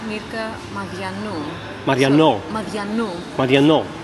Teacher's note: But the D is a V. It's very soft.